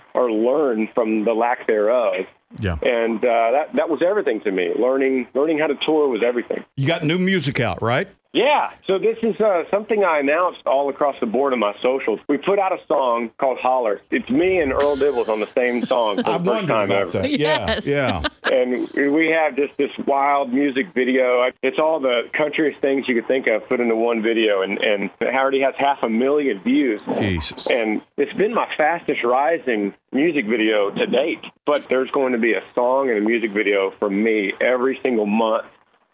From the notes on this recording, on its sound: He called in to chat.